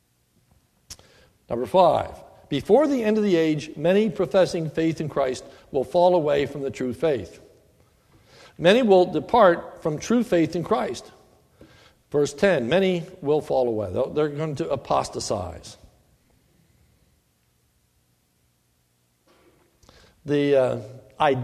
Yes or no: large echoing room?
yes